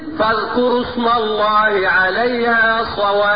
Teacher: يبقى ليس لي فيها الا وجه واحد وقفا لان المد اللازم لا انقص عن سته ولا ازود عن ايه عن سته. يبقى اقف عليها بست حركات مع السكون المحض مع مراعاة ان انا ابين التشديد